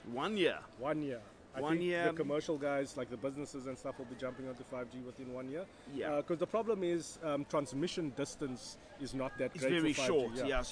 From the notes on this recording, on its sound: Recorded at Cape Town International Airport